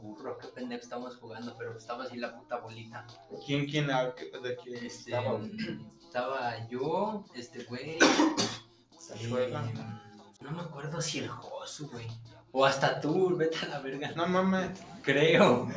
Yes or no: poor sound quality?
yes